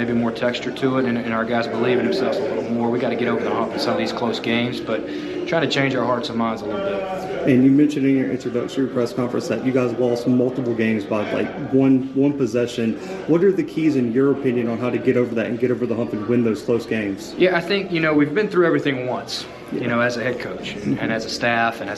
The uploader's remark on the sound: 2022 Big South Media Day. The Bluebloods are live from Big South Media Day in Charlotte, NC.